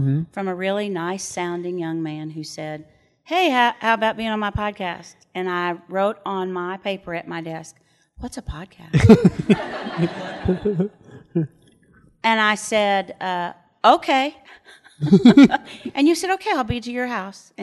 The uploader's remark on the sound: A live audience! This podcast was recorded at The Micah Center in Dallas in front of a small audience.